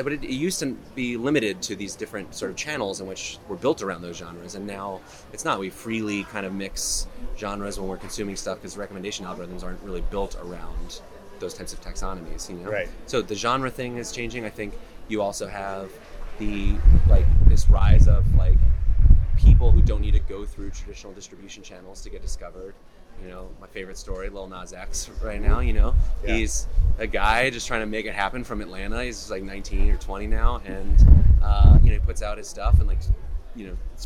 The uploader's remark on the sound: LIVE from Cannes Lions